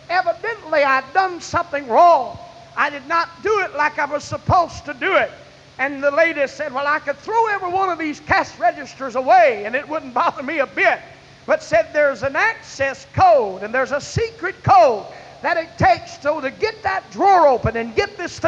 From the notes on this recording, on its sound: This evangelistic message was preached at First Apostolic Church in North Vernon, Indiana on March 22, 1989.